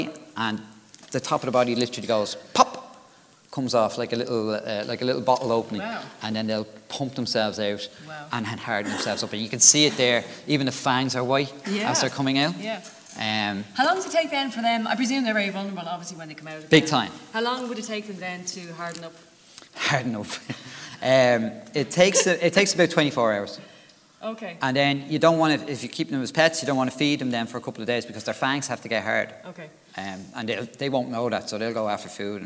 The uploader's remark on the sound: This is a live recording in front of an audience in The Crawford Art Gallery in Cork.